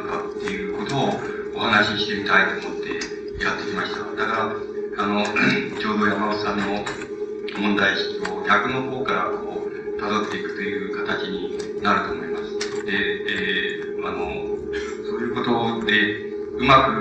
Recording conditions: poor sound quality